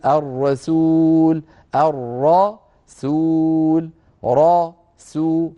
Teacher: فنفخم الراء ونرقق السين